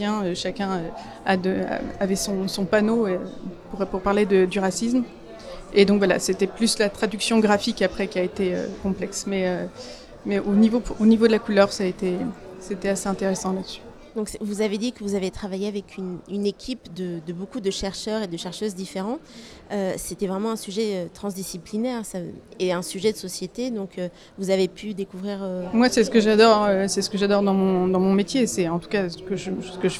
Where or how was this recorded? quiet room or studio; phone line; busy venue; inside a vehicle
busy venue